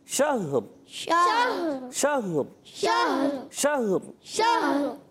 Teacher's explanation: अच्छा, इसकी अदायगी जो होगी ना, शहर शहर शहर, गलत, हा पर जबर नहीं, हा भी साकिन रा भी साकिन